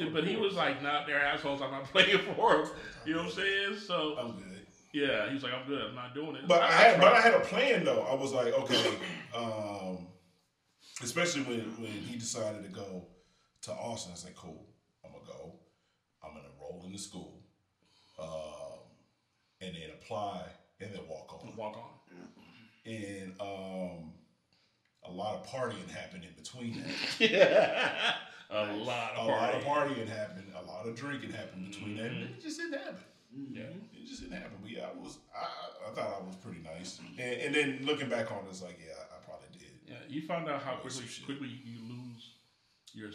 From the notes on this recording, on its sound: We had some audio issues in this joint. Basically down to one mic but we powered thru.